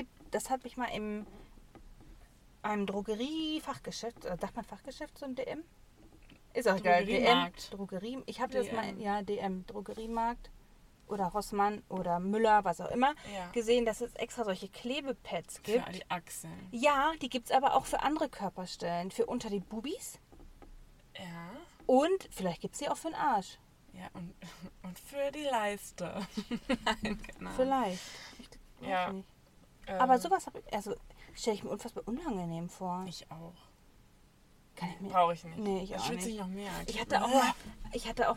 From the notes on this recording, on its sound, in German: Live aus dem Auto: Wir warten auf unser Essen.